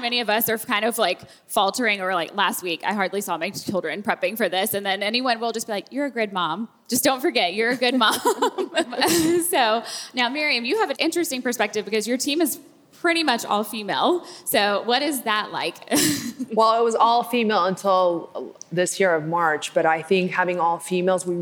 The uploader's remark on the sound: LIVE from the Game Changers Summit 3